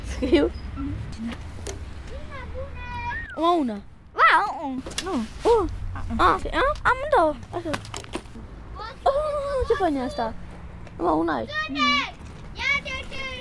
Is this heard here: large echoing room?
no